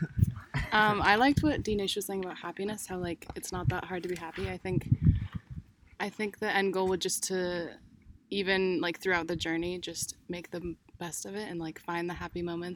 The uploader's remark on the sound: We recorded this episode with 8 special guests at the peak of a mountain in Hawaii.